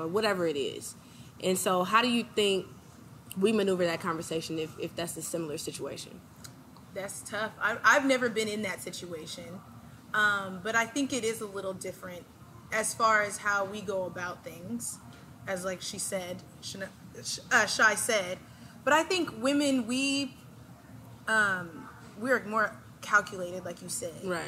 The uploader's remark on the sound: Venue: Bar 2200 - Houston, Texas